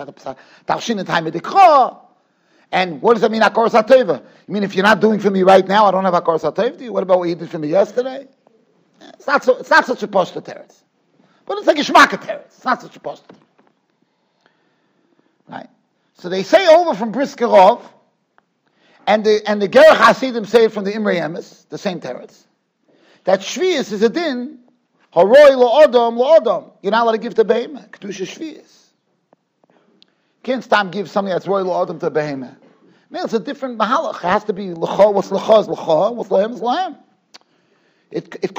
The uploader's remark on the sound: Shiur recorded in Yeshivas Ohr Reuven, Monsey NY.